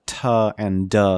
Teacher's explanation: So we lose the th and the th and the, which are replaced by a more solid ta and da sounds for ease of communication